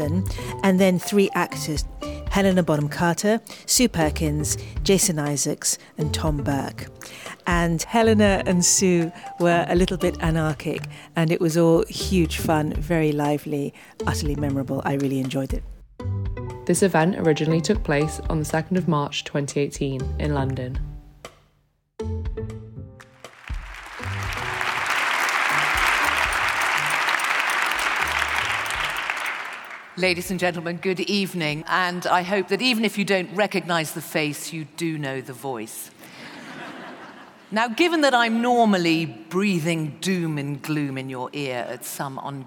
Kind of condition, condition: setting, live audience